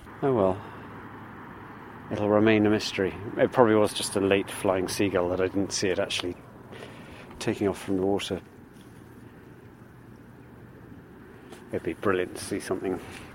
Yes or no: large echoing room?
no